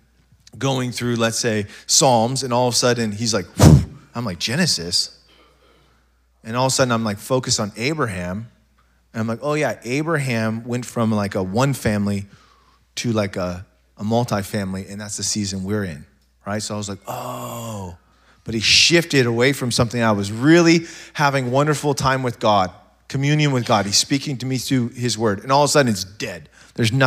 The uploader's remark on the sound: SOZO Church Belfair. SOZO Church, Belfair Washington.